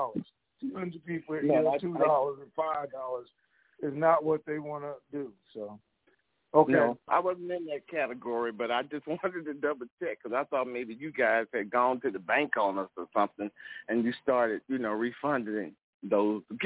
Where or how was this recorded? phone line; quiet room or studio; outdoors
phone line